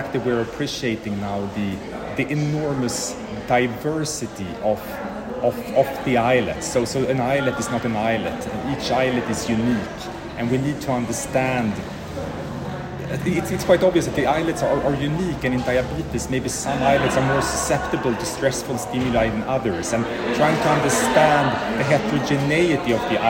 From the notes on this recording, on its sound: recorded during Day 3 of Islet Study Group 2023